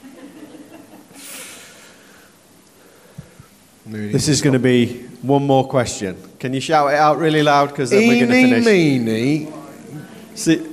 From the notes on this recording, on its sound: Presented as a seminar at the Message Conference 2017, recorded at Victoria Warehouse on 18 November.